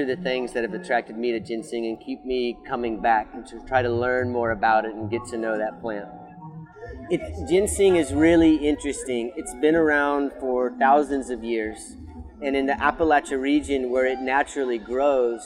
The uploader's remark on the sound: at the Smithsonian's Earth Optimism Event on the Mall in Washington DC